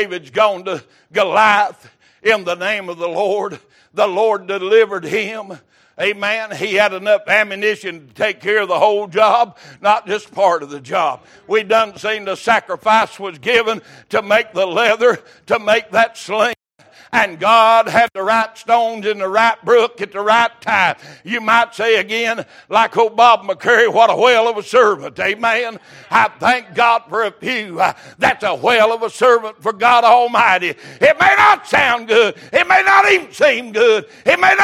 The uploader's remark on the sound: Sunday Morning Service